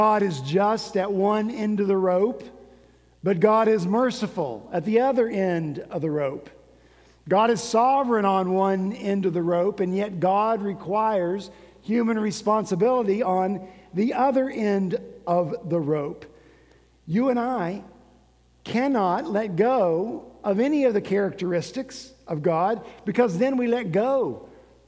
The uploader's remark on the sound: At Redeemer Presbyterian Church in Charleston, SC, our senior pastor wrapped up his sermon series.